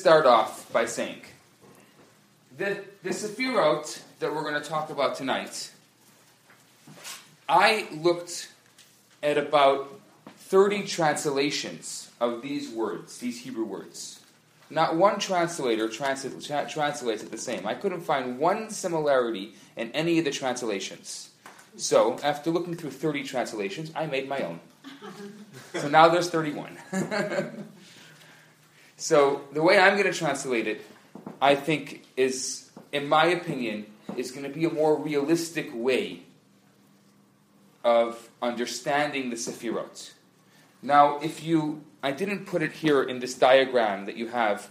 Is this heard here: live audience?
yes